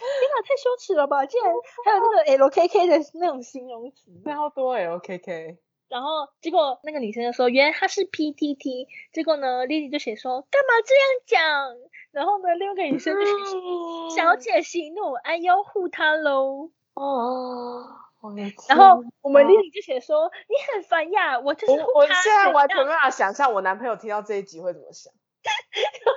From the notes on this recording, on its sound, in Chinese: 線上錄音 麥克風爆音 耳朵注意!